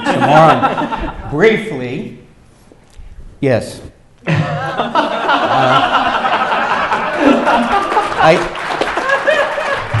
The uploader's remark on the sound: In front of a live audience at UVU.